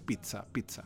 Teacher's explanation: Pero en lo que pones la masa con el queso arriba no se dice pizza con X. Se dice pizza con T. Esa es la correcta pronunciación de la doble Z en italiano.